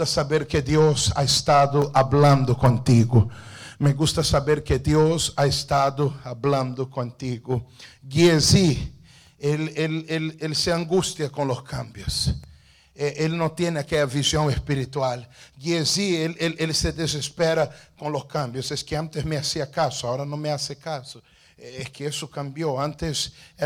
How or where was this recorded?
large echoing room